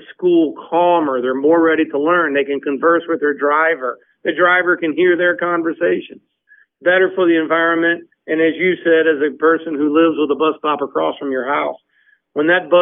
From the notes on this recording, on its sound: called in to share information